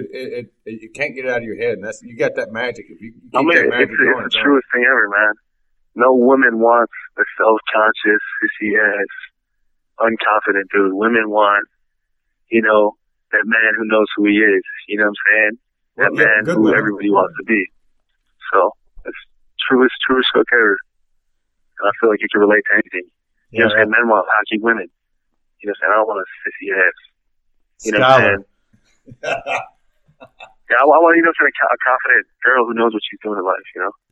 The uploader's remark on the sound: On the phone.